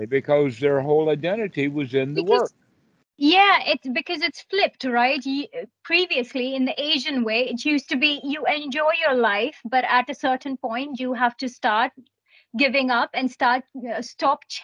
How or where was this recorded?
video call